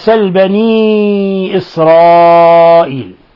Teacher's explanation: وكلا المدين يمدان مقدار من 4 إلى 5 حركات · Term: مد منفصل